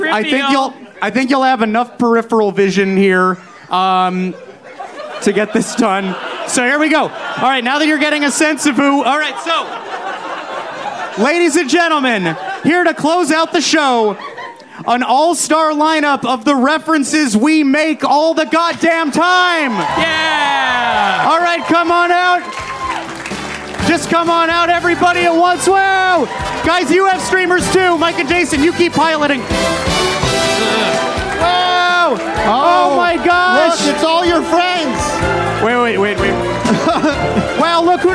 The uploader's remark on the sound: Recorded live at Dynasty Typewriter.